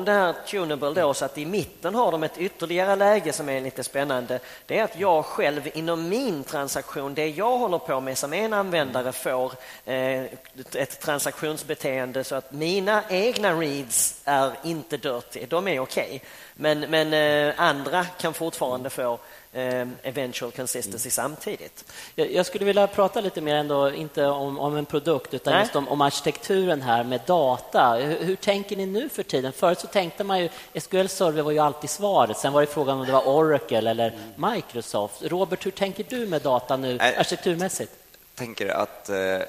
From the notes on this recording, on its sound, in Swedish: Detta är en inspelning ifrån min session på TechDays 2014.